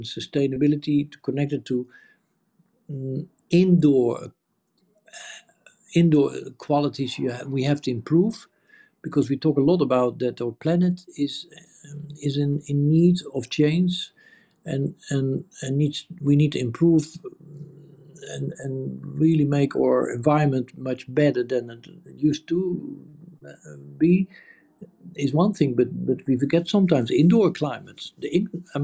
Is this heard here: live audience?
no